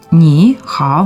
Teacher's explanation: То есть, чтобы мне поздороваться, я должна сказать «ни хао». Там получается вообще два третьих тона, то есть «ни», «хао».